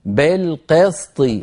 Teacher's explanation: انتبه إلى كلمة بالقسط، اكسر الباء جيدا، اكسر القاف جيدا، هكذا بالقسط، ولا تقولي بالقسط، بالقسط هذه إمالة وليست كسرة